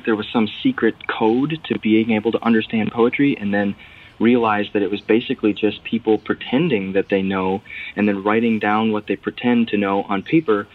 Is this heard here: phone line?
yes